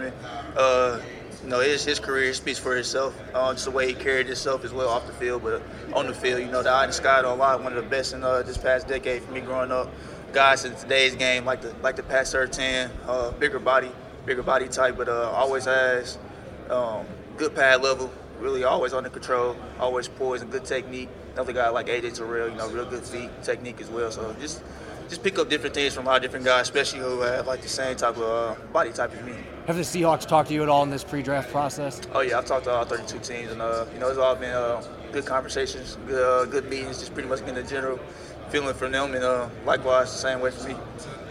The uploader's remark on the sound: Press Conference from the NFL Combine